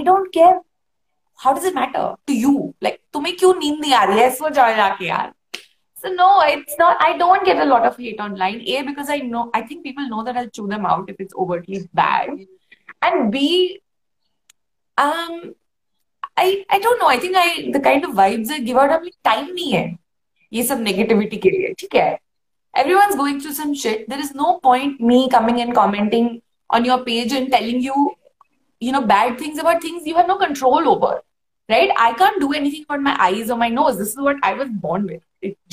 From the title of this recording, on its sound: on Instagram Live